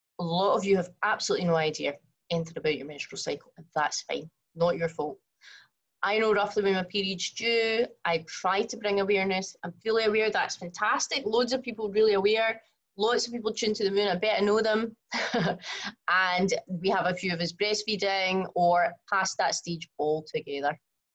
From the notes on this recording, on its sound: from the live webinar